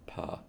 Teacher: And feeling as you're doing this, as you let your lips separate and make that sound, that there's a puff of air that travels between your lips as you make the sound